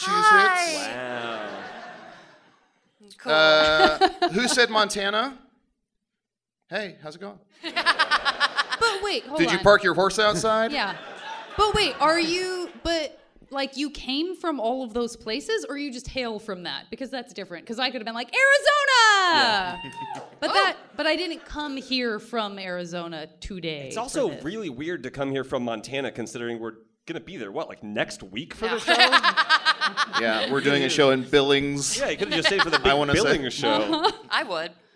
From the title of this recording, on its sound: Live from San Fran Sketchfest 2023